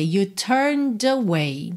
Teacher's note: O E de turned não é pronunciado, tá bem? Então, você vai do N pro D e usa o som do D para juntar em away, turned away.